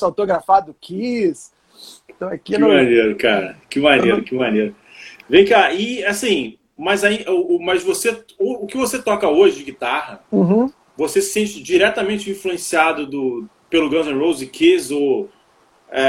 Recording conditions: video call